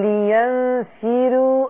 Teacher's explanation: هنرقق الراء عشان الراء مضمومة قبلها كسر